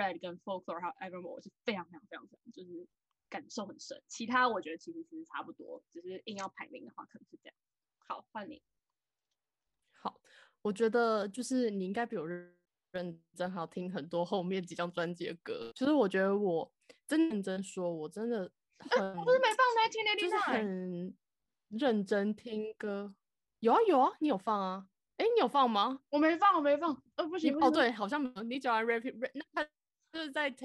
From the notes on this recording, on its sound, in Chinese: 嘗試不同遠端錄音法，音質有點差，敬請見諒！